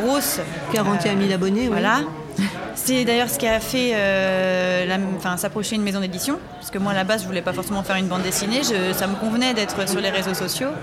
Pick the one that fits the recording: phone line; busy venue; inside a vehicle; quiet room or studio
busy venue